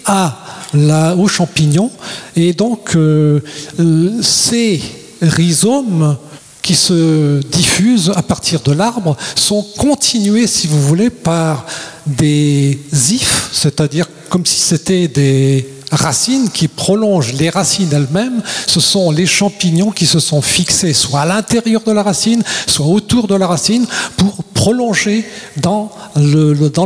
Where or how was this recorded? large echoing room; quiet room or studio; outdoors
large echoing room